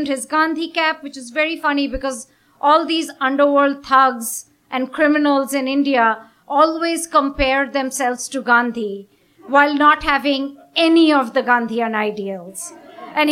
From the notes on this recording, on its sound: Recorded at a live storytelling event in Burlington